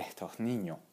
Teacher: aspira la S al final de una sílaba, pero no la pronuncia en absoluto al final de una frase